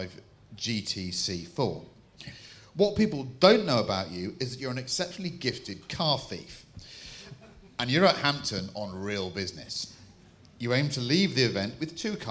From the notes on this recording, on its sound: In front of a 200+ audience at Concours of Elegance